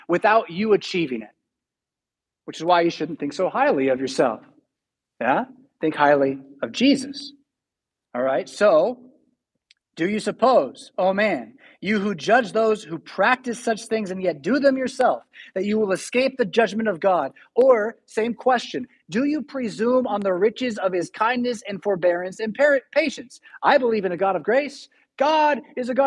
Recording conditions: large echoing room